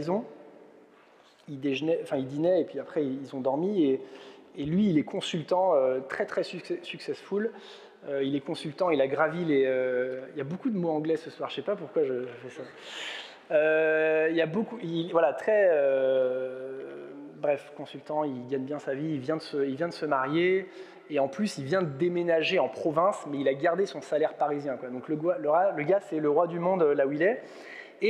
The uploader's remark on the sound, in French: Enregistré à l'église CVV, le 12/06/2022